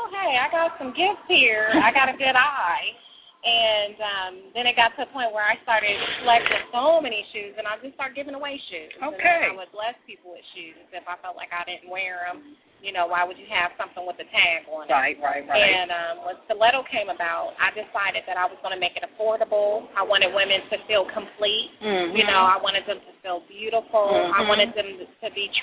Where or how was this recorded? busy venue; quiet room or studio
busy venue